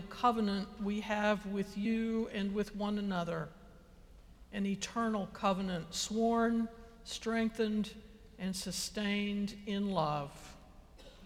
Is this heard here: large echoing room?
yes